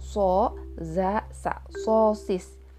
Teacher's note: Huruf-huruf ini keluarnya dari ujung lidah bertemu gusi gigi seri bagian bawah.